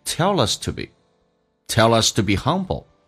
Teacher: To be 不被强调， to 会弱化成一个，那么这个发音叫做 t，直接相当于一个 t 的发音一样，叫做 t。 be 近似于发短元音，叫做 be。这几个单词就变成 tell us tobe， tell us to behumble，而且红色字体用降调， tell us